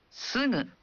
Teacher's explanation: ucapkan G dalam suara sengau · Term: bunyi sengau